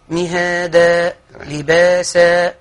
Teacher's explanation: التنوين المنصوب يوقف عليه بألف مد عوض عن التنوين